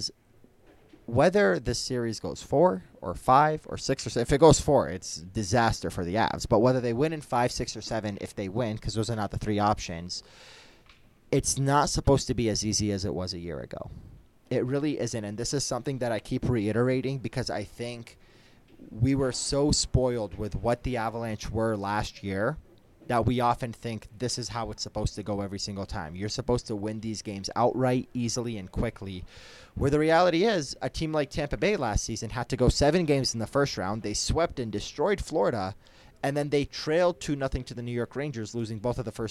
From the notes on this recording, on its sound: live from Ball Arena